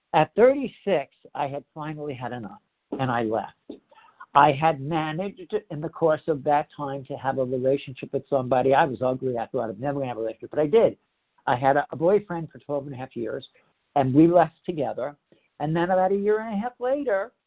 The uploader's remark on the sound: the 100 Pounders Phone Meeting on 10/9/20